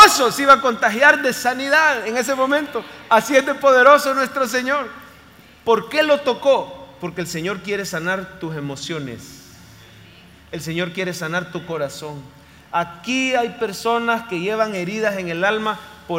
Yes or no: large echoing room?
yes